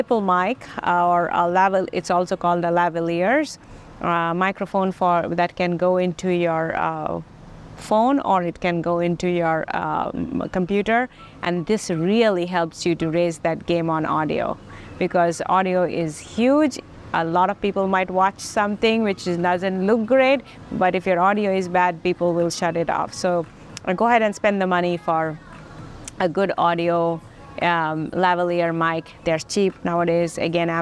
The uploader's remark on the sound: Today, we find ourselves outside Sweet Hut Bakery & Café in Kennesaw, Georgia! Lavalier microphone.